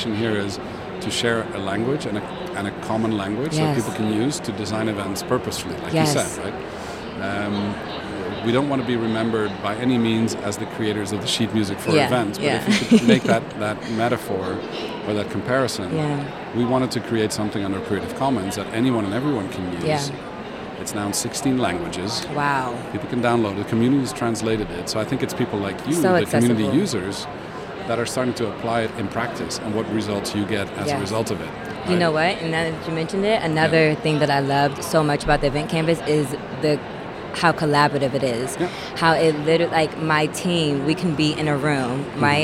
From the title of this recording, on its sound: Live from #IMEXAmerica